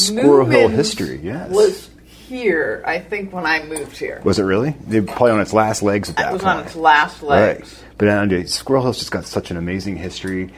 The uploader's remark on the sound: TechVibe Radio Neighborhood Tour Continues at Squirrel Hill. TechVibe Radio recorded tonight's broadcast (6/28) at Huntington Bank in Squirrel Hill.